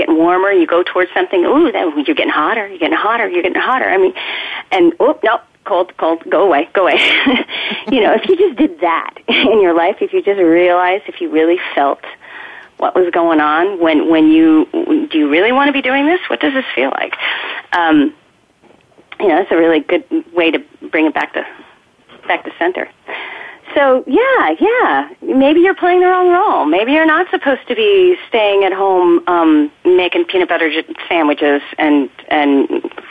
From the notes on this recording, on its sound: A very special edition of Soap Central Live. Take calls from fans.